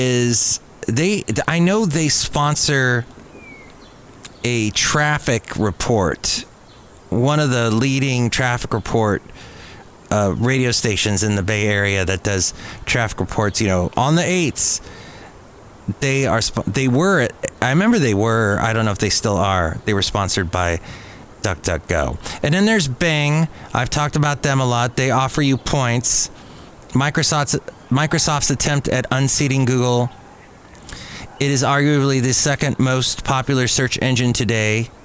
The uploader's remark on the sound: podcasts live from Café Anyway